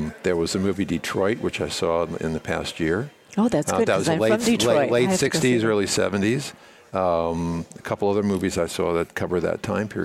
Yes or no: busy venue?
yes